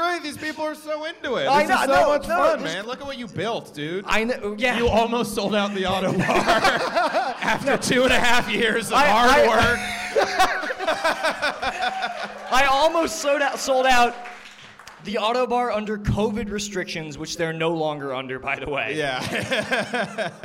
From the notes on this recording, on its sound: LIVE from the Ottobar.